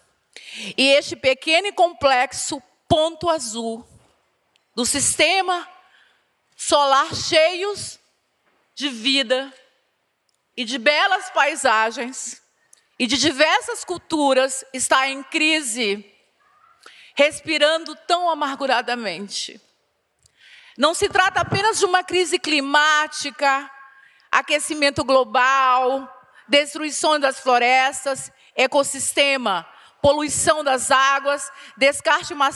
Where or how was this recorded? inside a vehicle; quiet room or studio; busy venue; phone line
busy venue